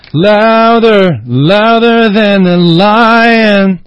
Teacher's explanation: 这个 than 和 a 连在一起哈